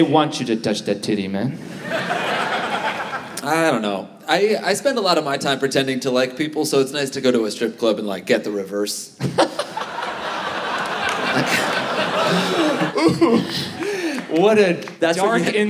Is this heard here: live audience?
yes